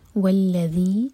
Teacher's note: ذال کے لیے زبان ہماری اوپر والے دانتوں کو ٹچ کرے گی، تھوڑی سی ٹپ باہر ہوگی، اس کو زا کا ساؤنڈ نہیں دینا